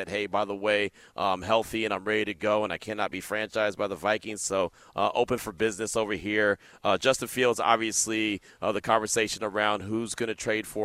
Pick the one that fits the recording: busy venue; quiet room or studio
busy venue